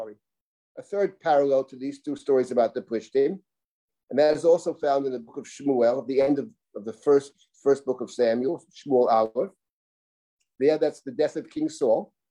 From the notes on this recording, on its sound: This audio was originally captured from Zoom